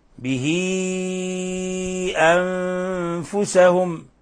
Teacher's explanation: مد صلة كبرى يعامل معاملة المد المنفصل يمد من 4 إلى 5 حركات